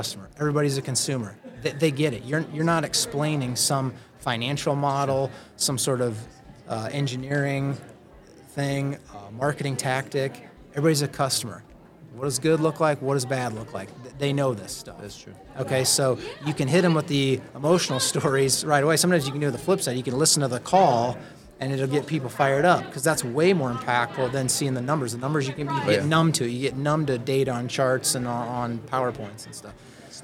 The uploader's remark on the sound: SOCAP Spring Symposium Podcast Booth '23